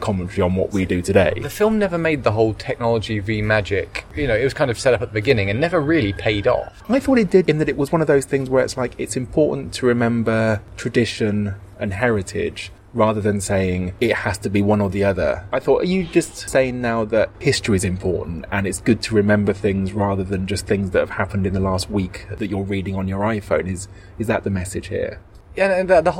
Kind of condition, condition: setting, outdoors